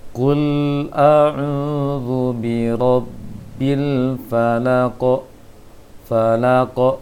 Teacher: Lebih dijelaskan lagi, dia memang qalqalah yang sedang kadarnya, qalqalah wusta, namun akan tetap juga jelas bunyi pantulannya, hanya saja dia tidak tertahan dahulu baru dipantulkan